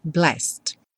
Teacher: E o blessed vai direto também, do S direto para o D